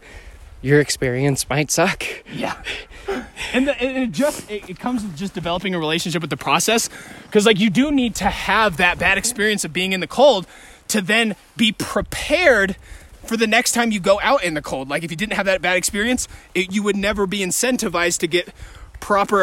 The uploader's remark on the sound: All while enjoying a beautiful hike in the woods humbly passing an iPhone back and forth.